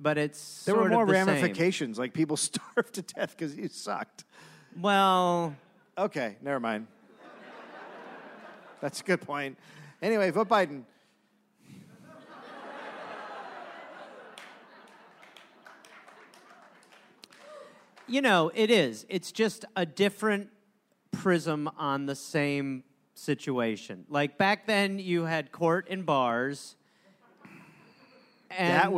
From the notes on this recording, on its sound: Recorded live in Michigan.